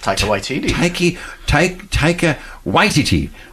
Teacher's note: They said the accent on the first syllable.